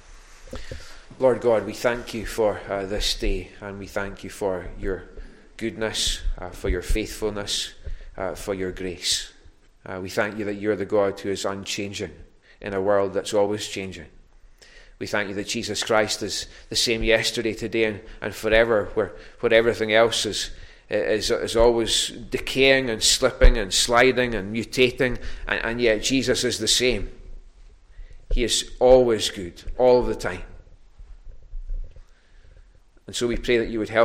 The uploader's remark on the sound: recorded at North Harris Free Church